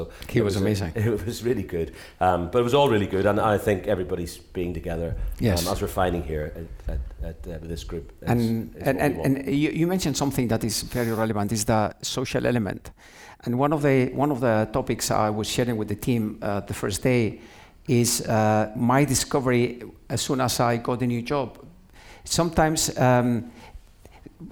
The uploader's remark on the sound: Joined by a live studio audience for the first time, at the People Leadership Summit 2022.